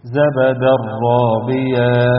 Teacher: هحول التنوين لراء وهنطق اتنين راء من غير أي زيادة ولا تكلف · Term: الإدغام بدون غنة